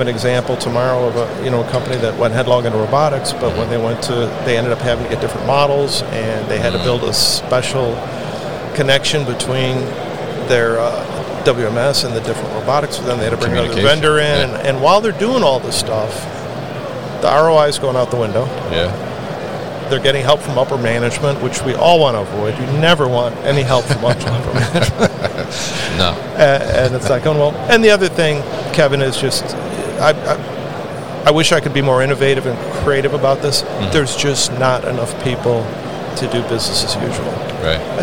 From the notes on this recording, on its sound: Open Sky Group at MODEX 2022